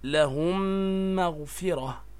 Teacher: اثنان الإدغام مع الميم ويسمى إدغام مثلين صغير، فتدغم الميم في الميم بحيث تصيران ميما واحدة مشددة